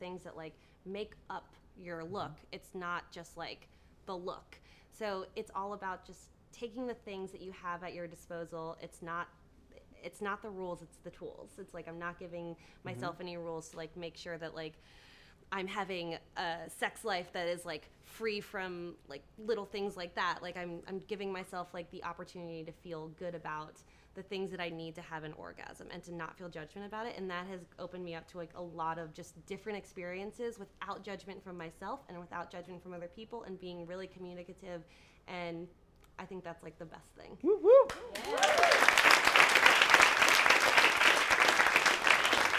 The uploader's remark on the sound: Recorded at the touchpoint town hall in NYC on September 11, 2018 at The Assemblage Nomad.